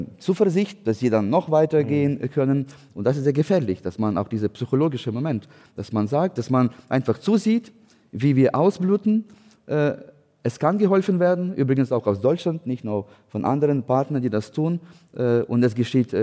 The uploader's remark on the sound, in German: das beim Podcastfestival von ZEIT ONLINE live aufgezeichnet wurde